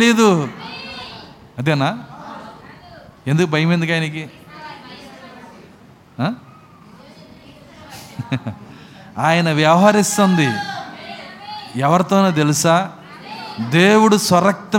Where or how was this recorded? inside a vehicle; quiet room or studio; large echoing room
large echoing room